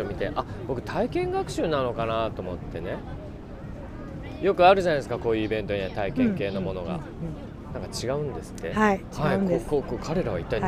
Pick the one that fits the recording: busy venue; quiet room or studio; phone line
busy venue